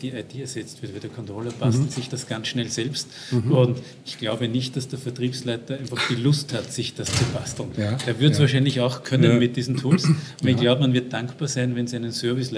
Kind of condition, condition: setting, busy venue